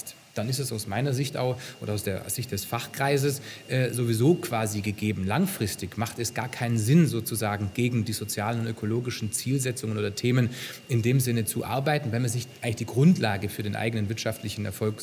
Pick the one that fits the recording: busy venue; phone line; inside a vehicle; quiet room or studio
busy venue